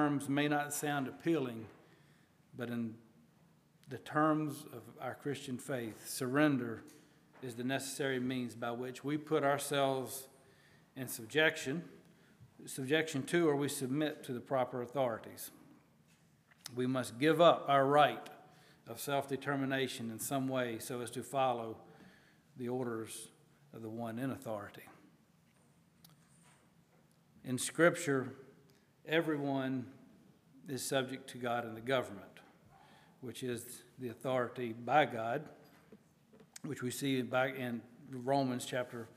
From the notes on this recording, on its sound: at Hephzibah Mennonite Church on June 11, 2023